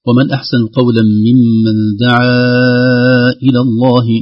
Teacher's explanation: هذا المد المنفصل الذي نمده في حفص من خلال 4 أو 5 حركات